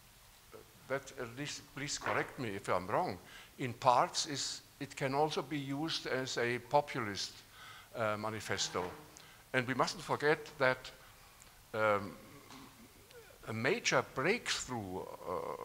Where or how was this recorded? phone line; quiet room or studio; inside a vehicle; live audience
live audience